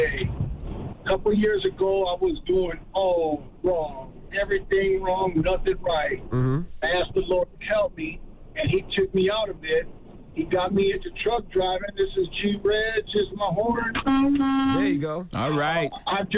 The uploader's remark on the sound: Today on the show we had listeners call up and give their favorite moments on the show from the beginning to now. We opened up the phone lines.